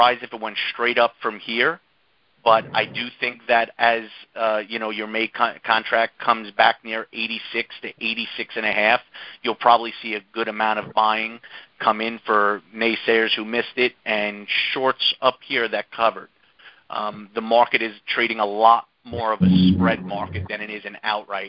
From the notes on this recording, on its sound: Monthly Cotton Conference Call.